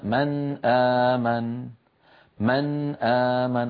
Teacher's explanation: النون من طرف اللسان، أن آمن الهمزة من أقصى الحلق · Term: الإظهار